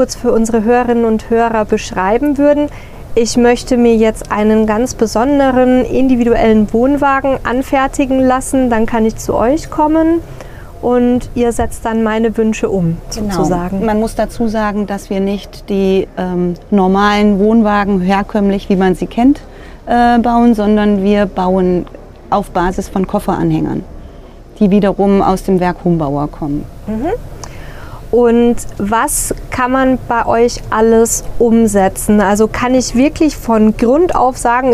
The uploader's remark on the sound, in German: In unserer heutigen "Live"-Folge vom Caravan Salon 2023.